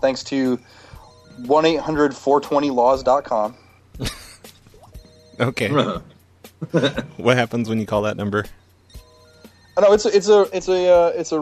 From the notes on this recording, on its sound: …'s Personal Prank Phone Calls Collection.